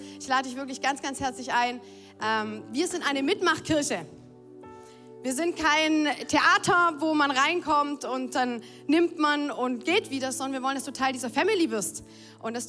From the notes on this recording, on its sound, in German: Audiomitschnitt der Predigt.